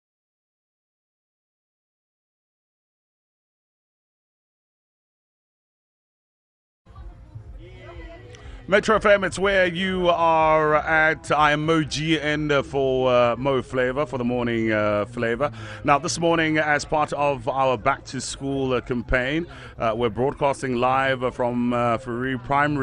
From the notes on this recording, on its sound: TODAY’S BACK TO SCHOOL OUTSIDE BROADCAST. Live from FOURIE PRIMARY SCHOOL.